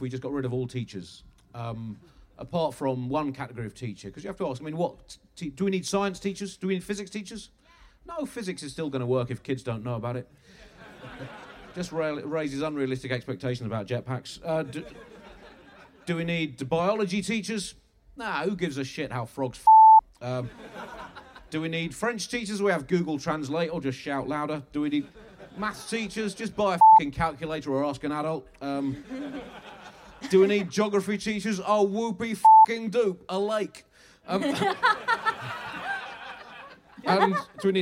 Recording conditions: live audience